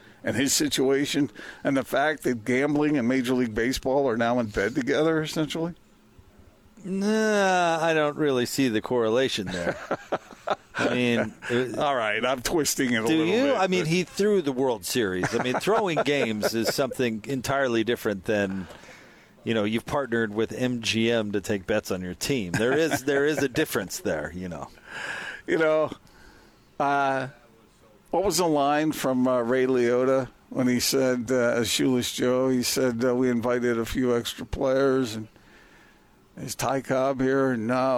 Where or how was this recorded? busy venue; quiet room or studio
busy venue